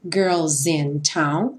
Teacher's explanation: juntando S com in